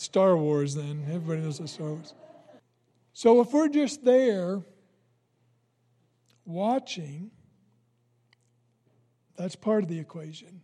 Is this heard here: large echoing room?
yes